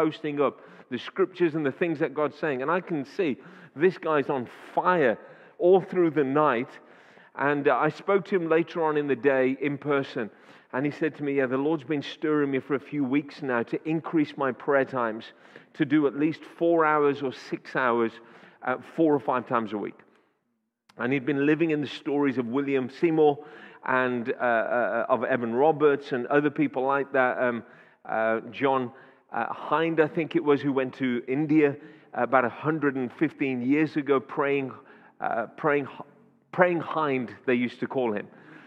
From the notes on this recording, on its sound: Audio recording taken from Kent Prayer Quake 2021 - Day One, Session Two